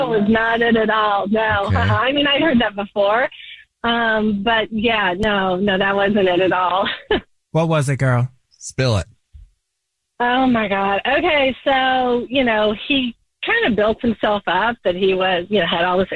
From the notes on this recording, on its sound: We get that other person on the phone